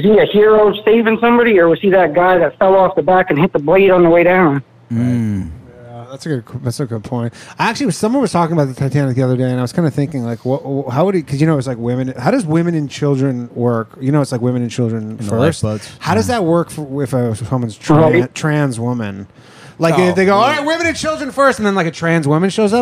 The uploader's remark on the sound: The Bath House Live is a call-in show recorded every Wednesday at 10:30pm from the green room of The Stand Comedy Club in New York City.